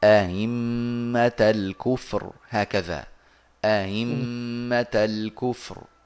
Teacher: يسهلون الثانية من غير إدخال · Term: التسهيل